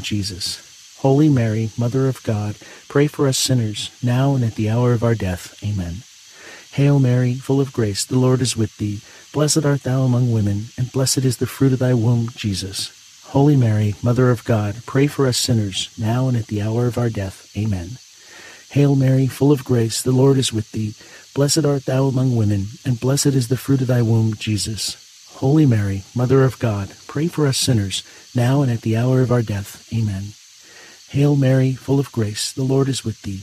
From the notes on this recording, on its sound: Get closer to nature and enjoy the soothing outdoor sounds of cicadas singing on a warm summer night alongside this Thursday rosary.